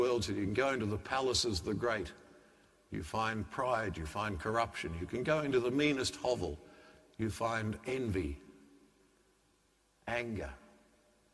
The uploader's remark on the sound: The homily from Sacred Heart Cathedral, Hamilton